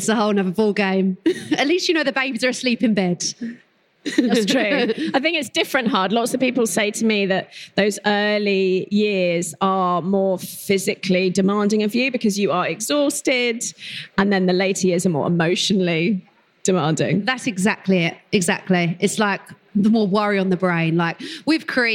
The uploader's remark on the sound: Recorded live at The Baby Show with Lidl GB. The Baby Show is the UK's largest and most popular pregnancy, baby and parenting event where Motherkind was the official podcast sponsor.